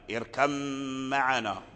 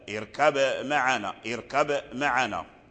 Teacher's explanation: فالباء التقت مع الميم، والباء والميم من مخرج واحد وهما الشفتان، قالوا أدغم باء باء اركب في ميم معنا · Shown in: first take